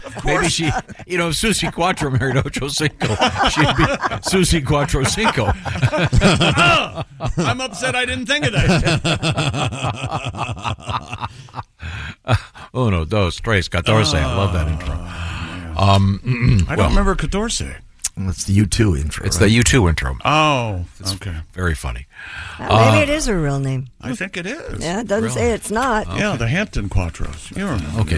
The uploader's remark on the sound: Call into the show today.